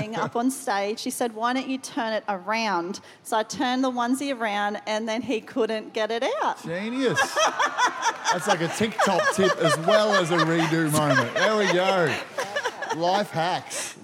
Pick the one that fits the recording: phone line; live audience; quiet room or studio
live audience